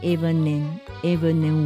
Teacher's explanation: Even in winter even の「ん」の音と次の「え」の音がつながっていきます